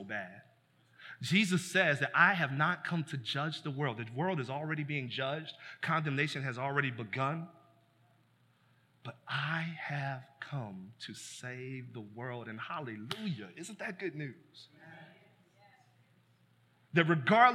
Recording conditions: large echoing room